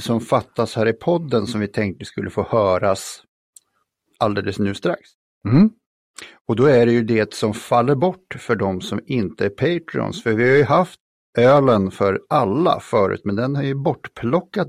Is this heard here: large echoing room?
no